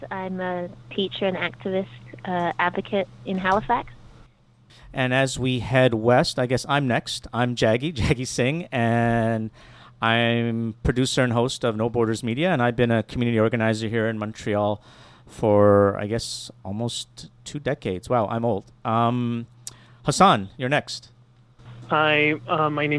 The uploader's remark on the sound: got together by phone